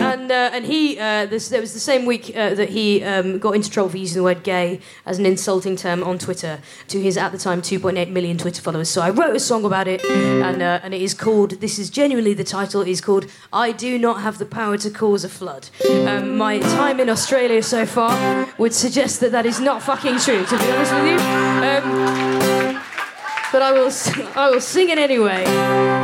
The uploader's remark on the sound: Recorded 10 February 2020 at the Miami Marketta on the Gold Coast.